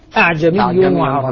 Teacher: قرأ هشام بإسقاط همزتها الأولى وتحقيق الثانية قالوا لولا فصلت آياته أعجمي وعربي بهمزة واحدة.